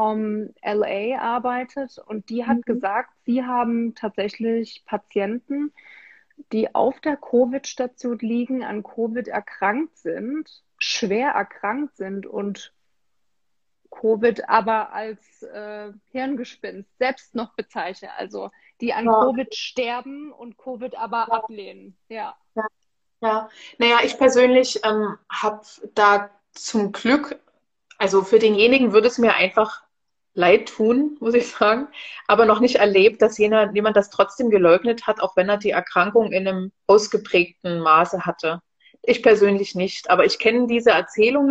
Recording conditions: video call